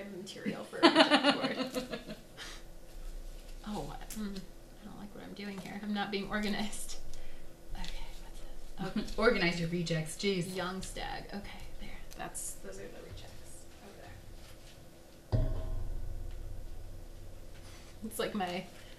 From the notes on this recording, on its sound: Season three is starting with a bang (literally)! Please bear with the sound quality on this episode—next time, in a not-so-interactive episode, we promise to have two mics.